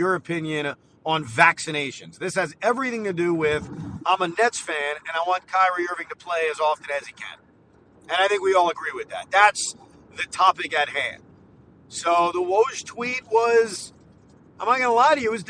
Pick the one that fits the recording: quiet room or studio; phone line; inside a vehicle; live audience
inside a vehicle